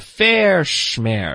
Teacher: 就把第一个音改成 sh 的音,shm 的音